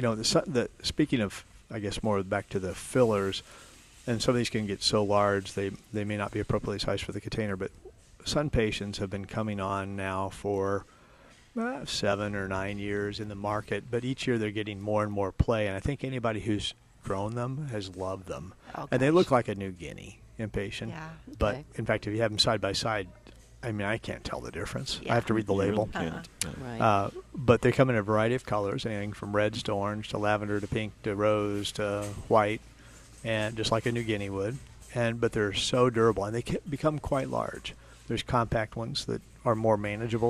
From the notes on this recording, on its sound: Plant Experts Live at Prairie Gardens. Every Saturday live from Prairie Gardens.